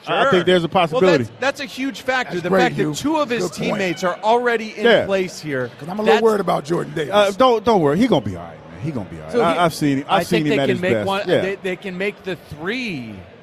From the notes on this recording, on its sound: Live from Lincoln Financial Field, the WIP Draft Party